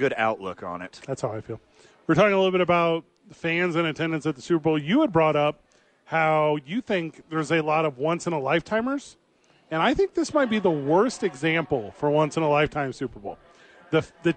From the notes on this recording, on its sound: live at American Home Furniture supporting a blood drive